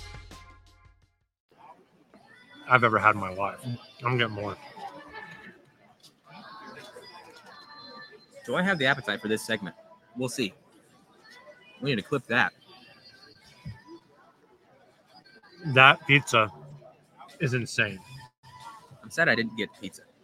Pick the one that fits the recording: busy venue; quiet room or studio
busy venue